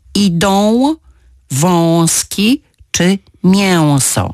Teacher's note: Na przykład rezonans nosowy pojawia się w trakcie ich wymowy później albo jeden z segmentów budowy fonetycznej tych dźwięków staje się coraz bardziej i częściej słyszalny w postaci ł